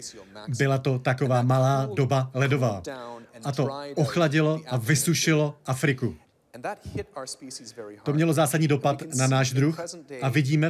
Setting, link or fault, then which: setting, busy venue